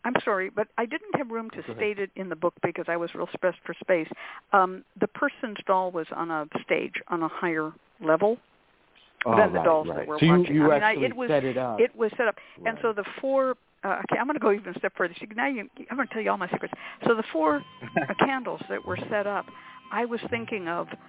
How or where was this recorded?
phone line